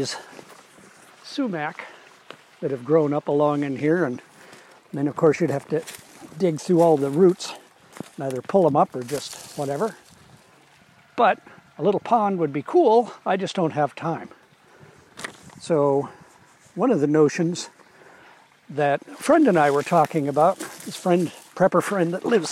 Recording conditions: outdoors